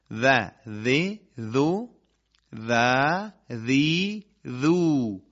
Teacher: حرف ذال ارتعاش تارهای صوتی همراه باشه و ذال نرم و لطیف و نازک از همون جایی که حرف ثا ادا میشه حرف ذال هم قرائت بشه.